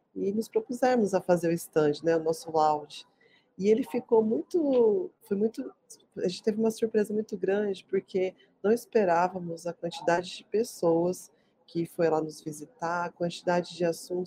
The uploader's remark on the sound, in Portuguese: O episódio 109 foi gravado diretamente do Web Summit Rio, realizado de 1 a 4 de maio de 2023.